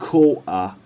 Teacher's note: And as I've caught her, As I've caught her, not caught her, but caught her. So again, the H sound of her isn't clearly pronounced